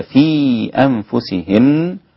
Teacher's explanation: في أنفسهن المد المنفصل اللي هو الجائز، حركتين، أربع حركات، ست حركات